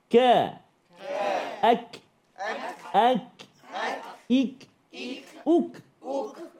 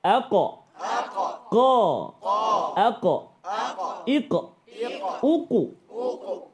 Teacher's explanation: kenapa dia ada lantunan kat belakang dia? Sebab dia huruf qalqah. · Shown in: second take · Term: qalqalah